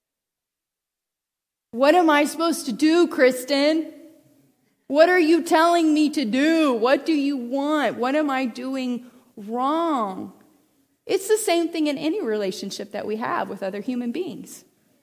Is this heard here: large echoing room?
yes